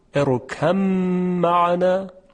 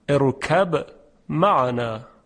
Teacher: در ادغام متجانسین یک نکته رو که من باید عرض بکنم این هست که در مورد مثال ارکب معنا، در اینجا هم دو وجه وجود داره: هم میتوانیم ادغام کنیم ارکم معنا، و هم میتوان به اظهار خوند ارکب معنا، یعنی اظهار میکنیم ارکب معنا، به اظهار خونده میشه در واقع.